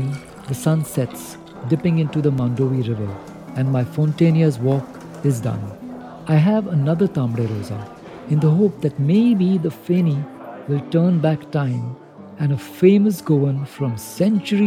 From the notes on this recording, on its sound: Walk through the insta famous, colourful Latin quarter in Panjim! A walk through its streets at the break of dawn.